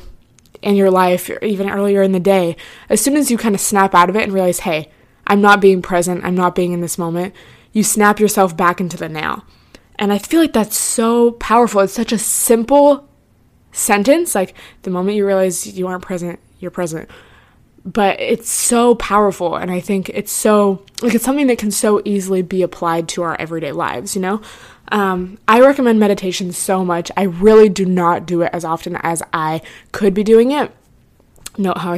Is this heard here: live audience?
no